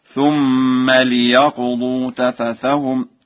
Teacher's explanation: قرأ ورش بكسر اللام في ليقضوا